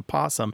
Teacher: Well, there's a thing that happens when a word starts with a vowel like that, a vowel consonant, where it's easy to lose that O because that first syllable is unstressed. So that O defaults to a schwa or an O, and it just falls away, and it just turns into possum.